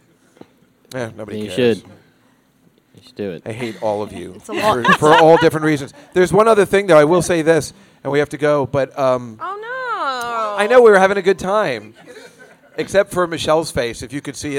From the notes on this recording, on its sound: This is the live broadcast from The Cakeshop on the Lower East Side in New York City